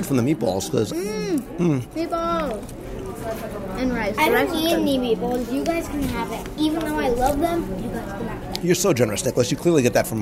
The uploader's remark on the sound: LIVE review of Captain Cook’s At Disney’s Polynesian Resort. I visit the newly reopened Captain Cook’s counter service restaurant at Disney’s Polynesian Resort in Walt Disney World and sample many (many) items from the new menu in this live restaurant review.